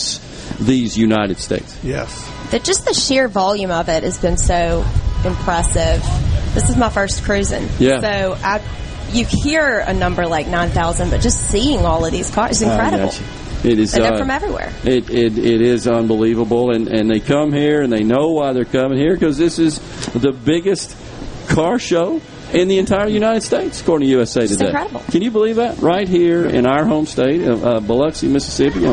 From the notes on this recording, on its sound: LIVE from the Biloxi Town Green for the 25th Anniversary of Cruisin' the Coast